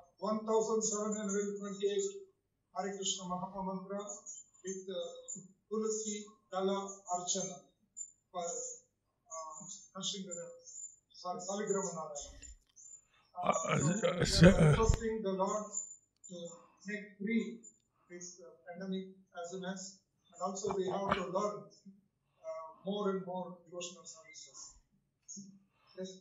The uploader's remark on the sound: Zoom Session